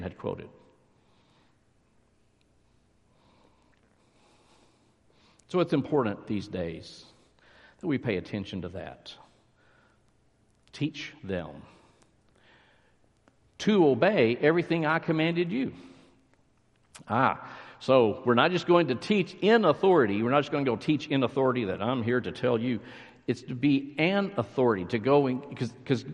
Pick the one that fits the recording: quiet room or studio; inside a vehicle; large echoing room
large echoing room